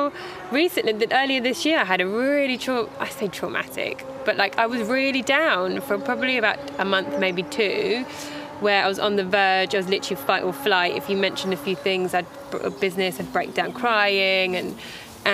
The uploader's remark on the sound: Recorded al fresco in Epping Forest